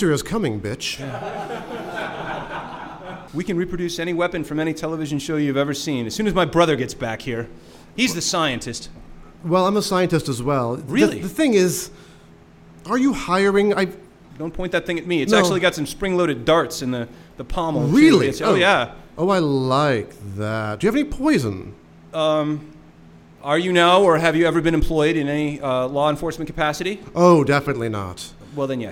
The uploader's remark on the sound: Recorded live before a studio audience at the SF Fringe Festival